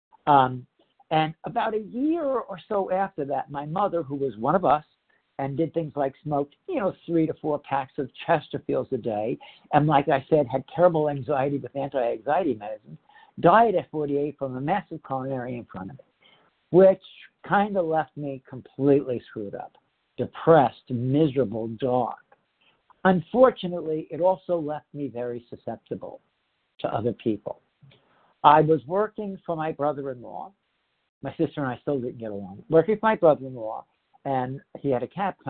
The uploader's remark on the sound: the 100 Pounders Phone Meeting on 10/9/20